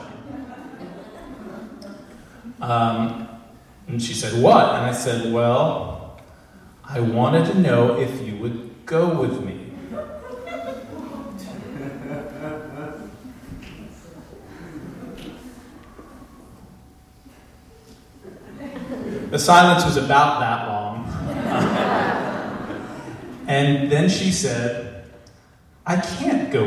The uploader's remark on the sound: at the Alberta Abbey for live storytelling with Portland Story Theater